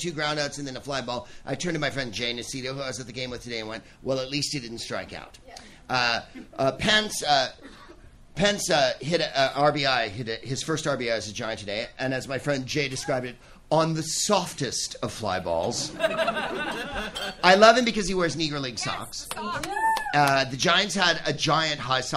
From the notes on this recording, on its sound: Live from the Punchline Comedy Club in his beloved San Francisco